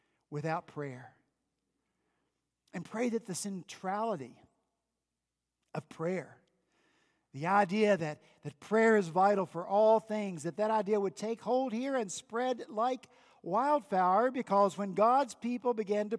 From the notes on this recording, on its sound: This past Sunday, January 20 at Redeemer Presbyterian Church in Charleston, SC. At Redeemer Presbyterian Church in Charleston, SC, our senior pastor continued in Matthew 6.